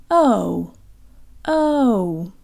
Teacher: In English, the long O sound closes to an oo.